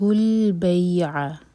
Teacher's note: بی پر مدلین، بی سافٹ اور عا حلق سے